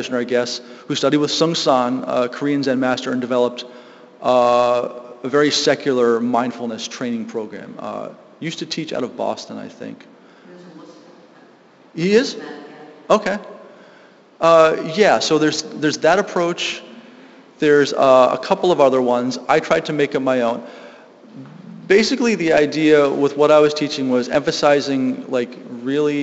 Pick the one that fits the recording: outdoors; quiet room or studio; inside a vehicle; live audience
live audience